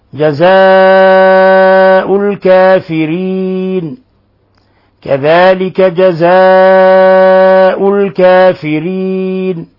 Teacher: المد هنا في لفظ جزاء مد متصل لاتصال الهمزة بحرف المد في نفس الكلمة يمد من 4 إلى 5 حركات